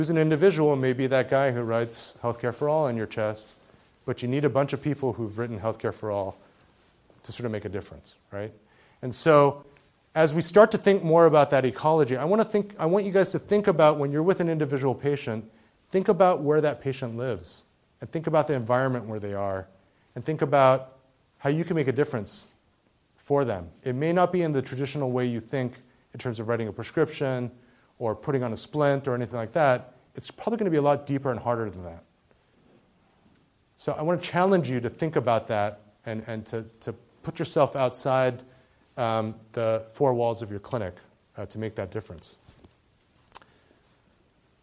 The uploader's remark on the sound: Keynote talk at the 2015 Asian Pacific American Medical Student Association. At the University of California Irvine School of Medicine.